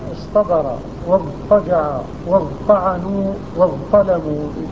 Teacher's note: فأبدل من تاء الافتعال طاء